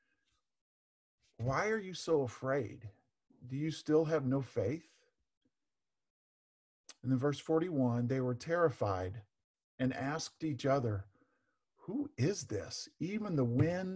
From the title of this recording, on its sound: Zoom Sunday